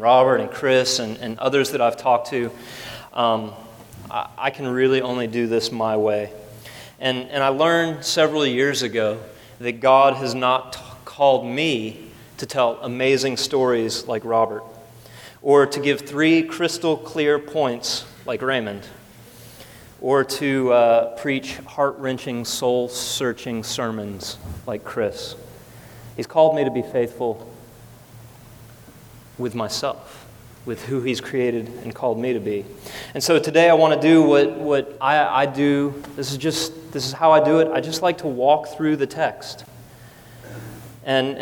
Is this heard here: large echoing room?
yes